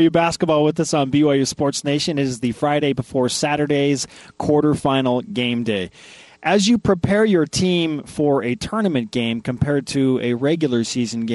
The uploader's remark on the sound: BYU Sports Nation is live from Las Vegas for the WCC Tournament.